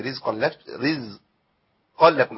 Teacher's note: الراء مرققة لأنها محركة بالكسر